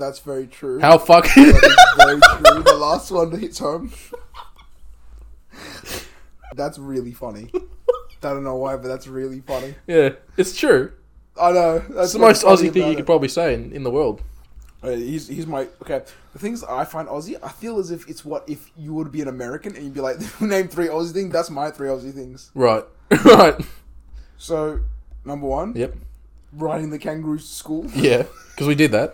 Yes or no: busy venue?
no